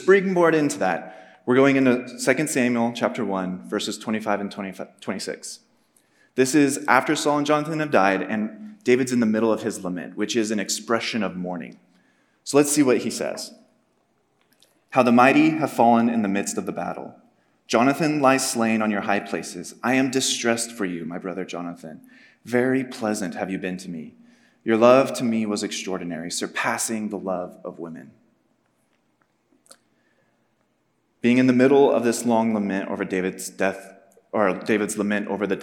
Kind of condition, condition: setting, live audience